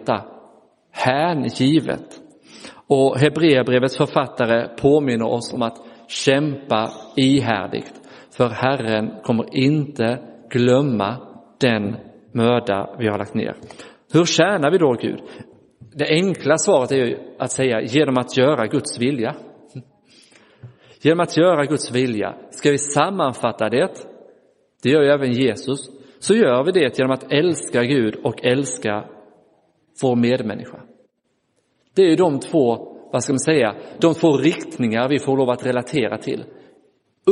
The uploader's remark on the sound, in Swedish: Inspelad i Roseniuskyrkan den 28 januari 2024